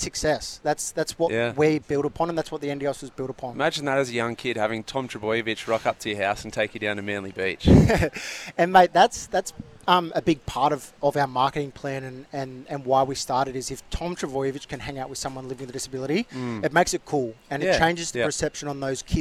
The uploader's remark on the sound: Live at Manly beach